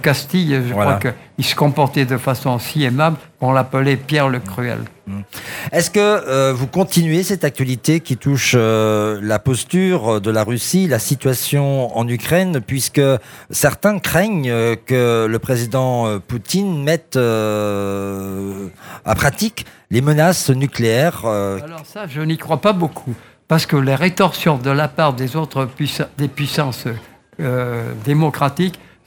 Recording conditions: busy venue